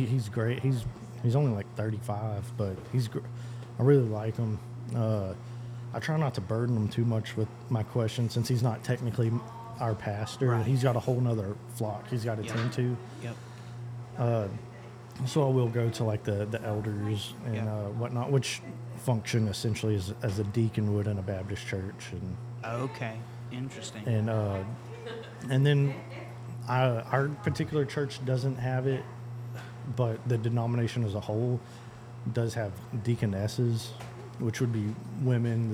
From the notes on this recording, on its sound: We recorded an unscripted, natural conversation in a local coffee house